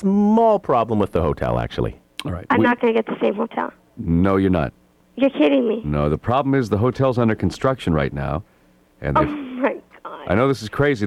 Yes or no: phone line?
yes